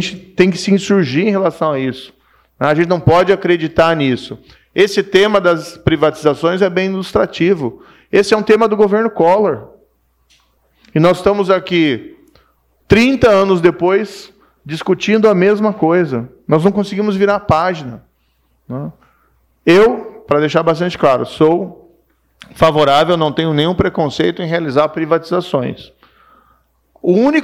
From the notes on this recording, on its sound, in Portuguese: Diante de uma plateia de empresários, altos executivos e investidores